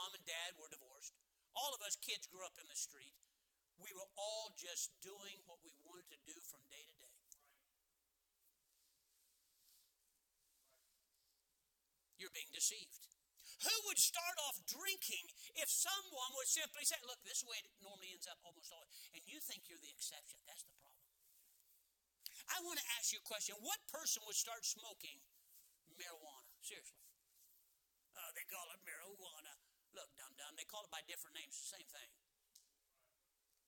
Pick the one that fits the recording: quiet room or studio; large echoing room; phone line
large echoing room